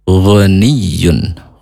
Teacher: huruf ghin tenggorokan paling atas ya